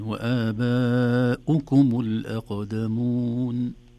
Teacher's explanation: الأولى اللي لو كانت الهمزة مكتوبة على كرسي وتصبح آبائكم، هذه وآباؤكم، ضم الشفتين، وآباؤكم الأقدمون